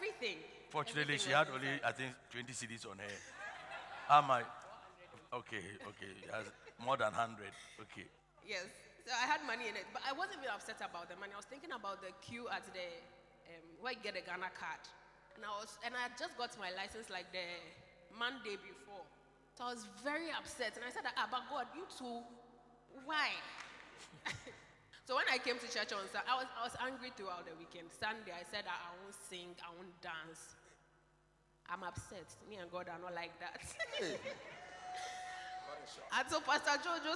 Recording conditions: large echoing room